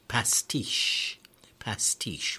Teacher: the second syllable of that word, pastiche, T-I-C-H-E, is the one that's stressed